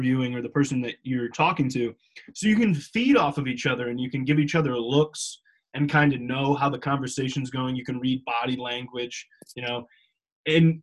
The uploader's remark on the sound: You Took It Too Far tries Zoom!